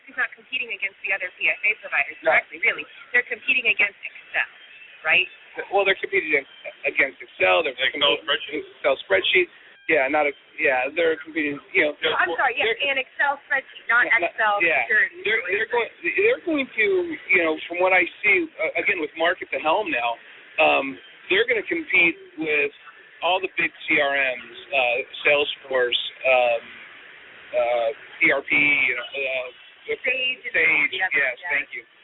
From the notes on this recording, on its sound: The MSP Show is on the road again! From the show floor at Autotask Community Live in Miami, Florida.